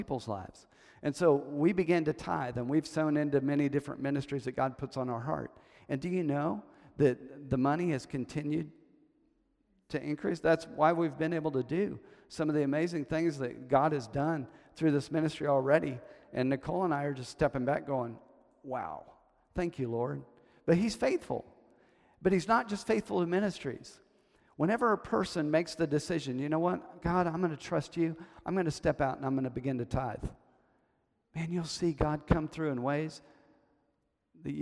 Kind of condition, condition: setting, large echoing room